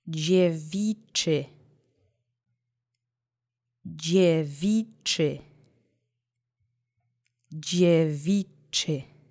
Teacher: Accent is on the middle syllable.